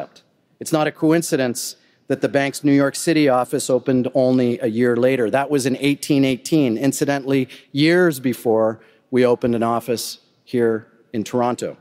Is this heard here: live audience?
yes